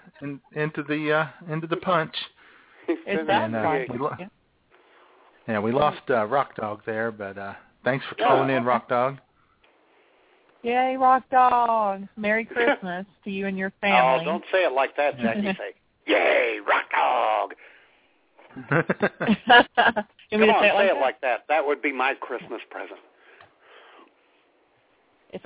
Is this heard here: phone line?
yes